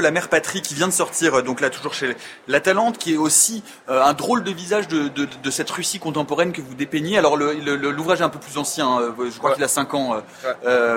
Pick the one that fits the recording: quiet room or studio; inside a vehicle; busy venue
busy venue